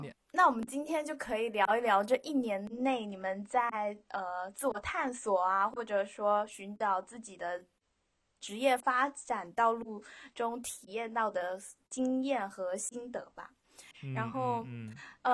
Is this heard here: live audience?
no